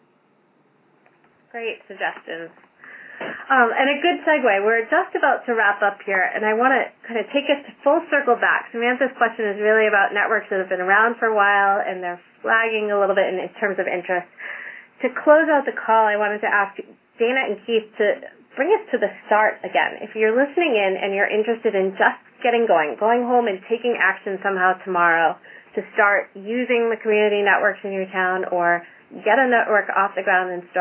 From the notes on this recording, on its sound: Call recorded on November 10, 2011.